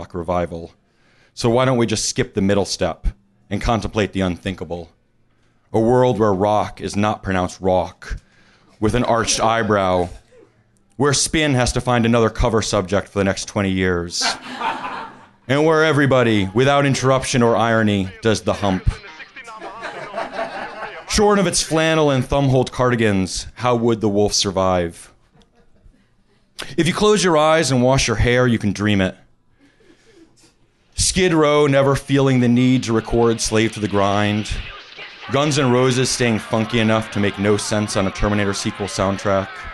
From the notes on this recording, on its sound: Recorded July 18, 2017 at Hi-Fi Bar in New York City.